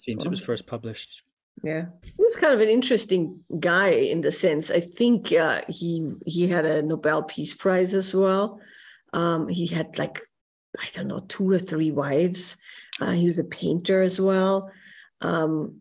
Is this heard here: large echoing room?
no